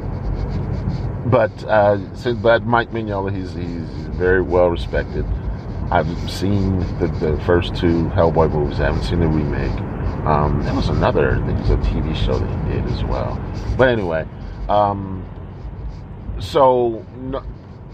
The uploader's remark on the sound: Warning: there’s a constant scratching noise throughout the episode and you may want to skip it.